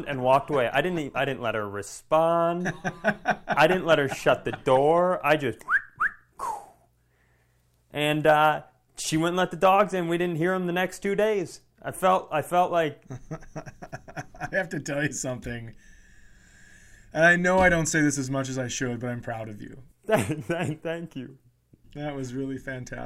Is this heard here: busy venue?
no